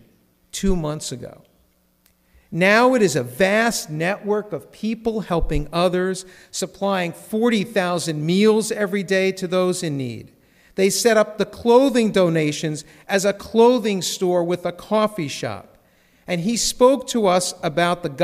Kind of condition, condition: setting, large echoing room